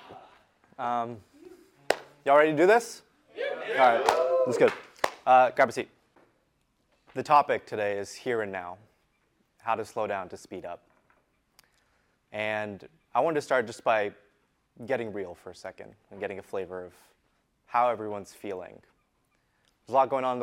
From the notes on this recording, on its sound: Today’s episode is an excerpt from a workshop I delivered at our recent Untap Your Sales Potential mastermind in Austin Texas.